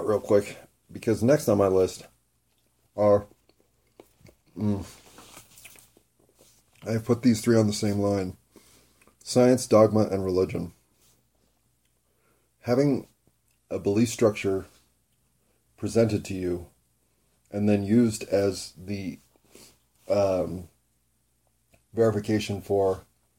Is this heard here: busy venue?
no